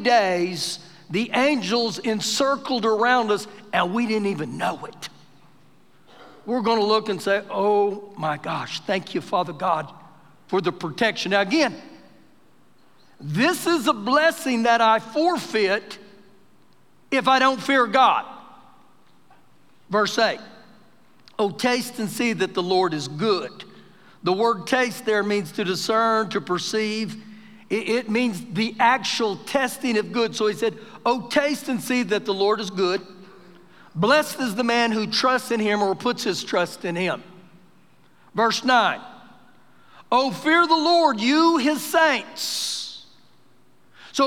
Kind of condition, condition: setting, large echoing room